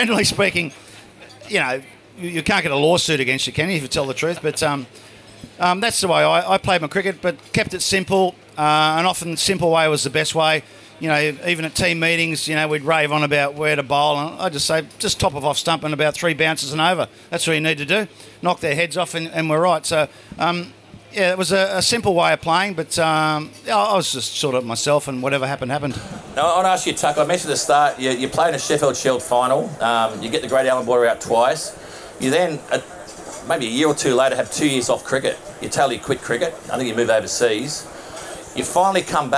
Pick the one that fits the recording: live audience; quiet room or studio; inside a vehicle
live audience